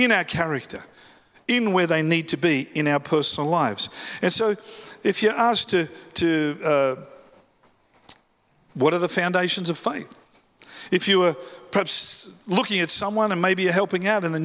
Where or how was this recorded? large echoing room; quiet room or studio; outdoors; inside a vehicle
large echoing room